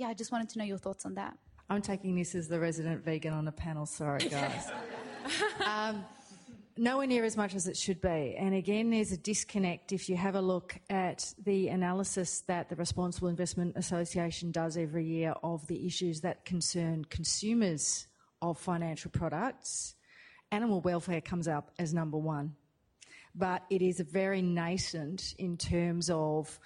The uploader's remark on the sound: This event, part one of the Business Making of Climate Change series, brings together investors, lawyers and academics as they consider these questions. This event was held at the University of Sydney on Wednesday 22 May, 2019.